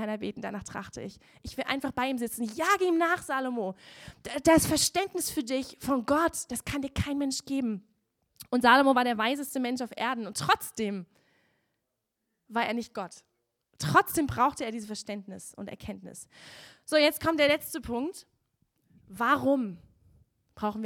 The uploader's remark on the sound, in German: Gottesdienst Predigt